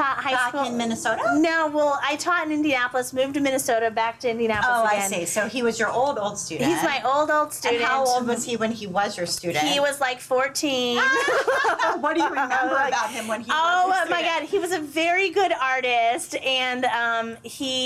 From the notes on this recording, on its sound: We recorded this episode in Savannah, Georgia, at Quilt Con 2017.